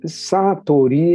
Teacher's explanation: satori é uma palavra japonesa. Então, todas as sílabas têm o mesmo peso.